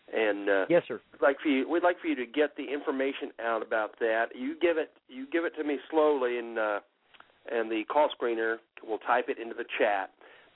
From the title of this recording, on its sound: Call in Show